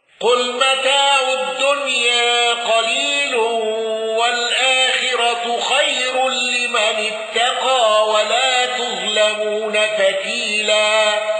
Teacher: الأزرق بتقليل الياء وتغليظ اللام وترقيق وتفخيم راء خير